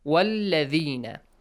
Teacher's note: Since we joined the letter waw to the word الَّذِينَ، so we skip hamzatul wasl.